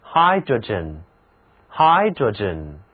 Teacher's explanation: 氢 hydrogen 它的重音在头一个音节上